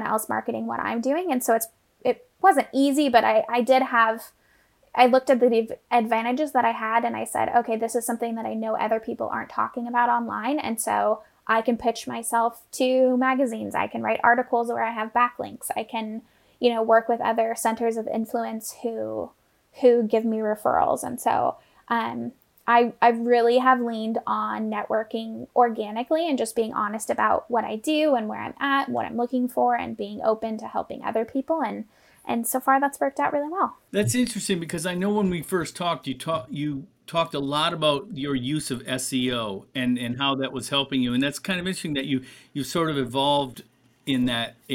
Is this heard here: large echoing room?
no